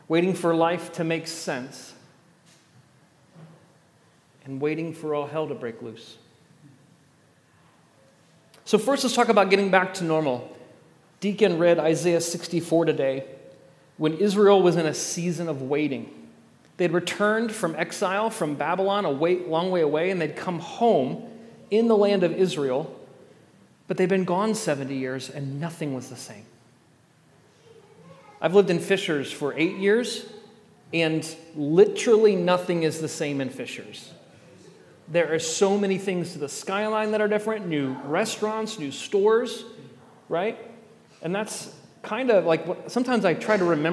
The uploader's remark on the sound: At The Table worship gathering on Sunday, December 3rd, 2023. First Sunday of Advent.